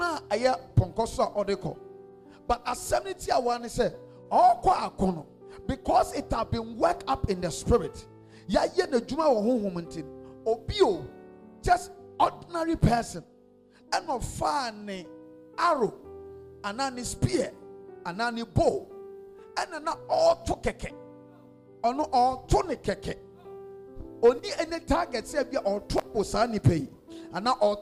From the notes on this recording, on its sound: This message was preached at the Adjei Kojo Cathedral in Tema-East Constituency on the 21st of August 2022